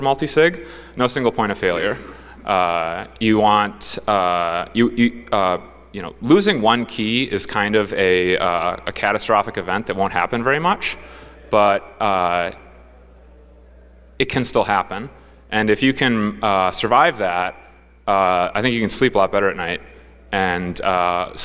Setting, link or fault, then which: setting, live audience